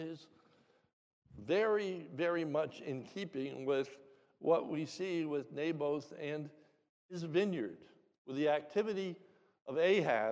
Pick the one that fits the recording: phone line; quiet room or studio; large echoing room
large echoing room